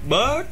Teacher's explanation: Bird ờ là nó có một cái r á, nó có một cái r đằng sau á, ở trong lưỡi á, cong ngược vô à